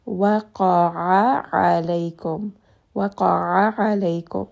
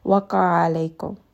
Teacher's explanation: It is a bit difficult because you are engaging the middle of the throat and constricting it twice in a row · Shown in: first take · But we do want to make sure that we are hearing both of these ayn.